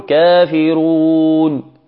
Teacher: نقف على هذه النون بالسكون فنقول كافرون، أو نمدها أربع أو ست، هذا هو المد الذي يسمى المد العارض للسكون. بعض الإخوة